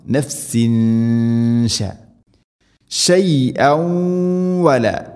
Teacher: തൻവീന് ശേഷം ഷീന് ഇഖ്ഫാ ബി ഗുന്ന, അവ്യക്തമാക്കി മണിക്കണം.